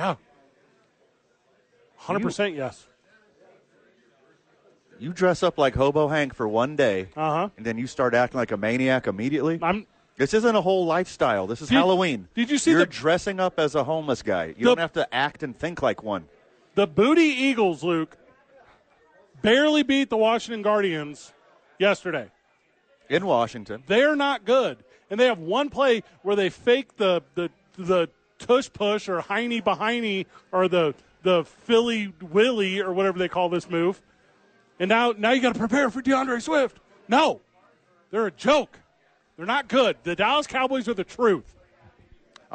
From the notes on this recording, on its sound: live from Howies Sports Page